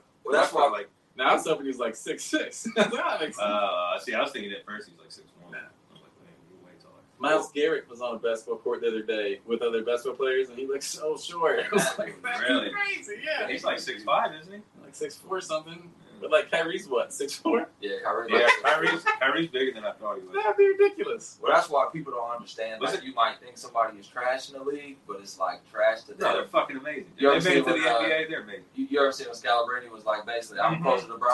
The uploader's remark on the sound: Our man audio cable went out on us! We apologize for the sound!